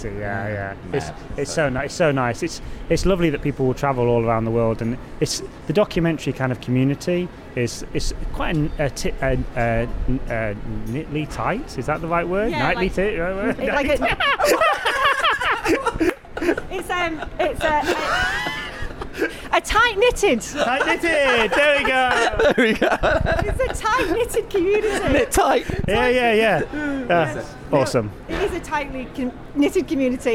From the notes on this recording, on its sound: I once again took a little travel mic to the amazing Doc Day - the one-of-a-kind documentary wedding photography conference. Mini-interviewing almost 40 photographers from all over Europe. I spoke to the founders, speakers and attendees alike. Some slightly tipsy after-party ramblings.